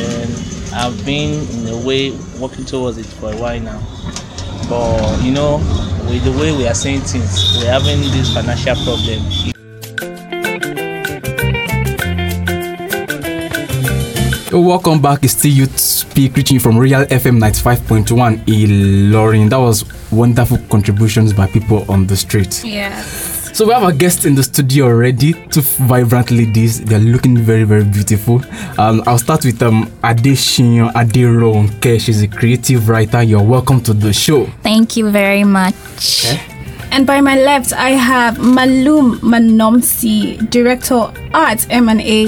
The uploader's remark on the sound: Words from the street, two amazing guests live in the studio and an insightful session with a goal setting professional.